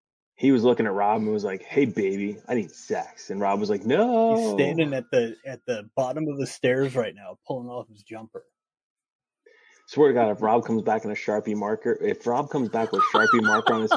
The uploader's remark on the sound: We record using Squadcast.